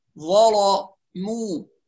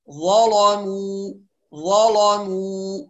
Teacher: طب لو قرأنا الورش بالتغليظ اللام، يبقى نخلي بالنا من ترقيق الميم، لأنه من الأخطاء اللي بيقع فيها طلاب ورش إنما بيغلظ اللام والميم، ظلموا، فالميم كذلك تطلع مغلظة، لا يعني نحافظ على ترقيق الميم حتى لو غلظنا اللام لورش